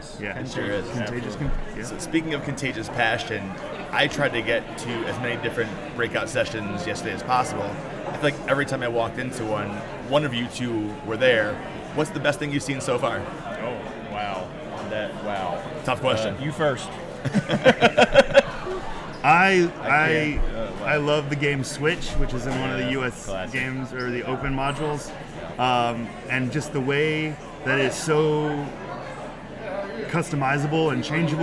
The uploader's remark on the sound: Stillwater, Minnesota was buzzing thanks to the PE Connections Conference and the OPEN Forum Podcast was there to capture it.